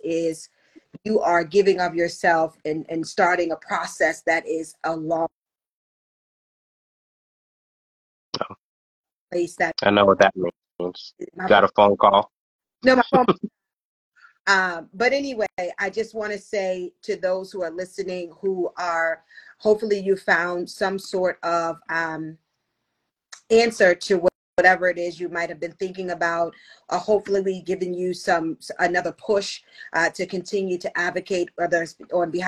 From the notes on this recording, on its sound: the audio version of our Instagram live edition